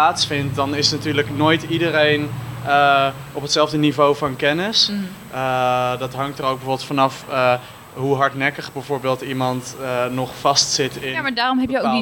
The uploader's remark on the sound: recorded during the Artez Academy of the Arts Finals 2019